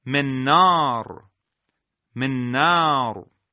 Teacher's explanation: که اگر نون ساکنه اولی رو حذف کنیم به جای اون نون دومی مشدد خونده میشه که در اینجا در واقع عمل ادغام صورت گرفته.